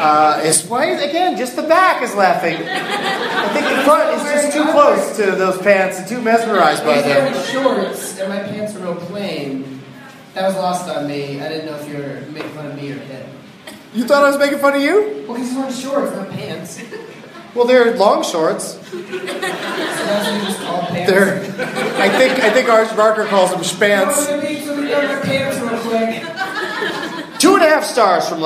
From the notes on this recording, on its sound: Live from Wiseguys Comedy Club in Salt Lake City